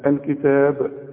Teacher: الكتاب برضو الكلمة هذه مرققة، لكن اذا وقفت على الكتاب قلقل الباء. الكتاب، انما عند الوصل لا قلقل.